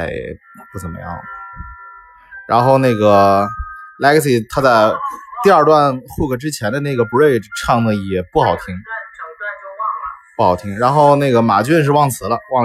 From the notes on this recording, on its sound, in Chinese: 希望大家包容这期节目很渣的音质